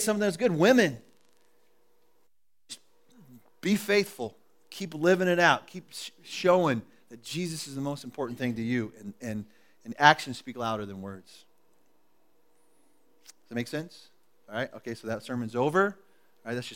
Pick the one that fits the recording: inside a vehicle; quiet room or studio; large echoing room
large echoing room